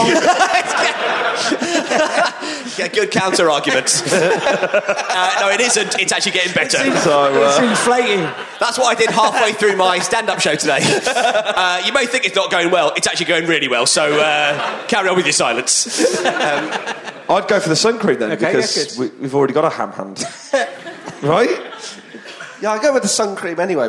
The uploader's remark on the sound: It's at the Machynlleth Comedy Festival in Wales and is at the packed Y Tabernacle.